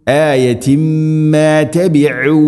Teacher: ഐൻ തൊണ്ടയുടെ മധ്യഭാഗം, ഐനിൻ്റെ മഖ്റജ്